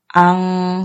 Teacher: 嘴巴打开，然后发出很大的鼻音，就会发出“昂”的声音